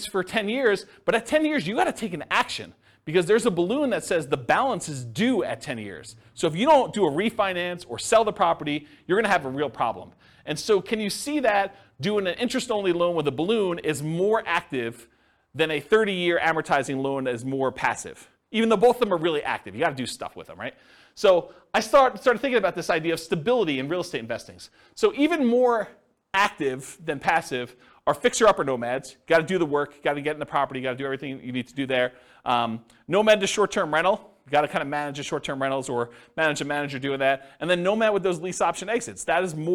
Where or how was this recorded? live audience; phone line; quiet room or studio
live audience